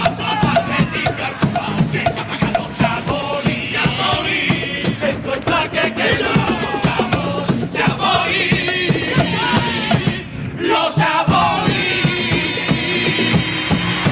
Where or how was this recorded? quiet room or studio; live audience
live audience